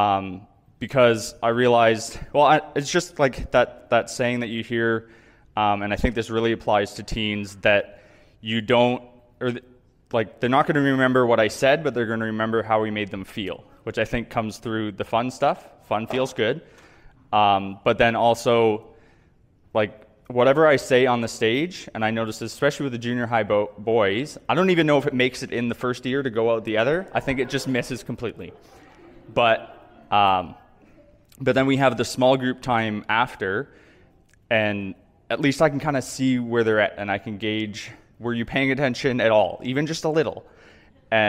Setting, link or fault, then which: setting, large echoing room